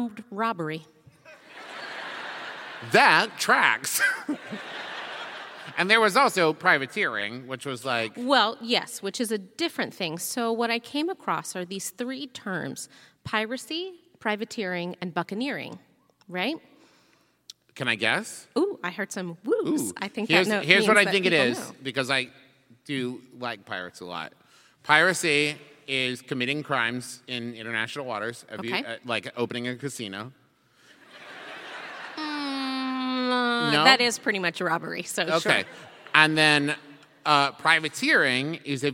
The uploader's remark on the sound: This episode was recorded LIVE at our Orlando show.